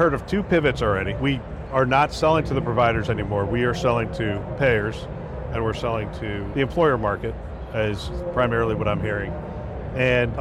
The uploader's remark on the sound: an Interview in Action live from HLTH ‘22